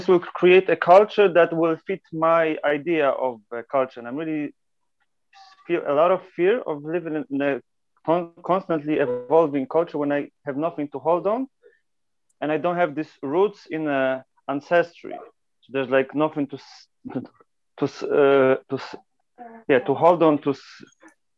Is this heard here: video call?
yes